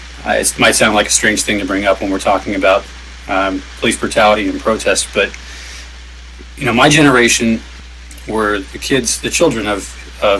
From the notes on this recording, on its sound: Live from Occupy Wall St. Zuccotti Park.